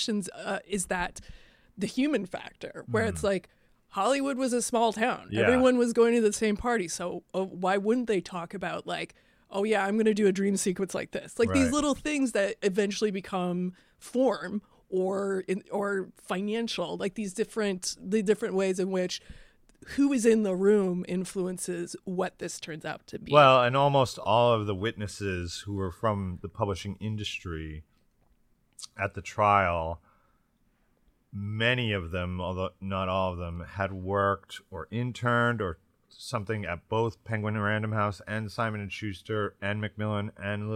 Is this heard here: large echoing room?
no